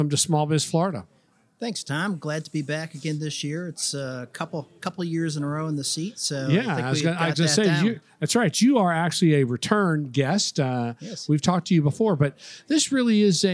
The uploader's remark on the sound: Recorded at this year’s annual Florida Economic Development Council Conference hosted at Sheraton Orlando Lake Buena Vista Resort. This and the following segments were recorded at this year’s annual Florida Economic Development Council Conference hosted at Sheraton Orlando Lake Buena Vista Resort.